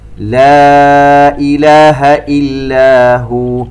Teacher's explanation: مد منفصل ومد بمقدار 4 حركات